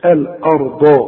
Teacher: والراء هي المفخمه مع الضاد برضو مفخمه